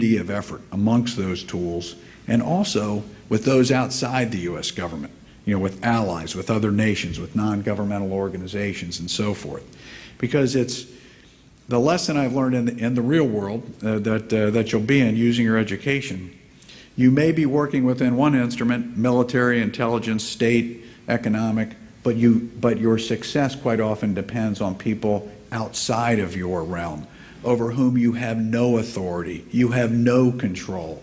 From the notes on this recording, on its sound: Gave the keynote address at IWP Commencement on May 18. 2019 at the Fairmont Hotel.